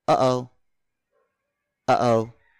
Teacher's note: That gap between the uh and the o, that's a glottal stop.